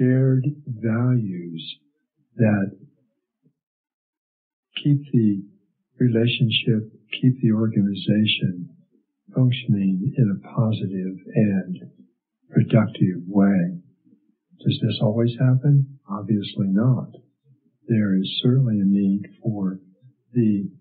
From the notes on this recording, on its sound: The audio quality is less than optimal. It sounds like I may have been talking in a tube.